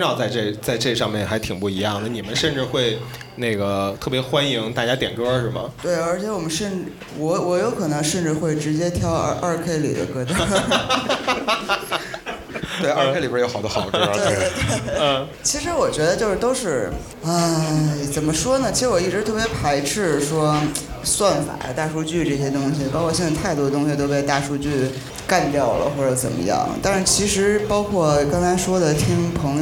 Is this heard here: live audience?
yes